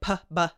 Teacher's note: like bilabial plosive is the pa and ba because it's with your lips